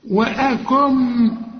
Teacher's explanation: النون أدغمناها في الميم وكأنها غير موجودة